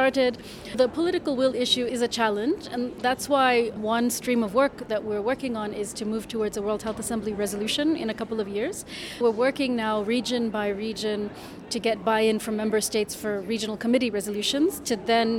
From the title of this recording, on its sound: Conversations in the Halls